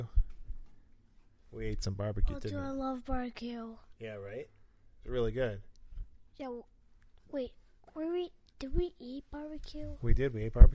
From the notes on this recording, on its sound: Apologies for the imbalanced audio on this episode. It was our first attempt to use the new mic.